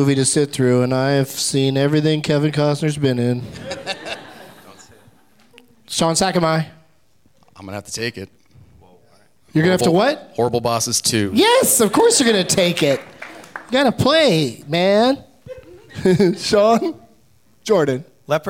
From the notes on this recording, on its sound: Live from Largo in Los Angeles